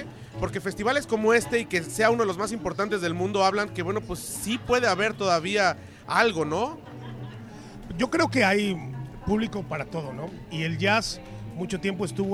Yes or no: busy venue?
yes